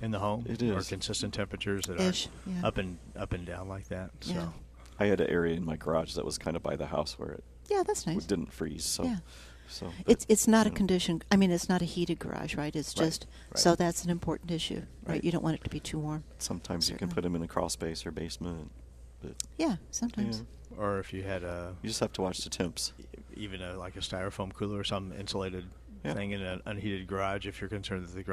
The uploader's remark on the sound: Plant Experts Live at Prairie Gardens.